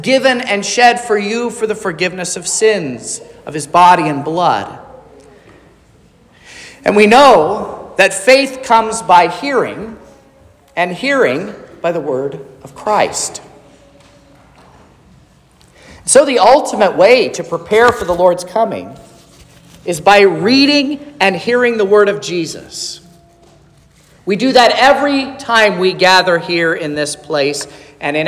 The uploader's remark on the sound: This is the sermon preached at Trinity Lutheran Church in Vallonia, Indiana, on Sunday, December 3rd, 2023